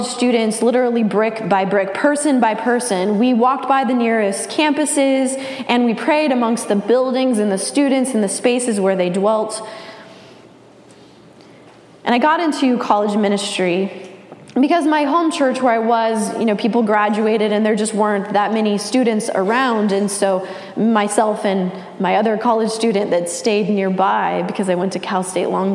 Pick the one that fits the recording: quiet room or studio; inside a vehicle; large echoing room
large echoing room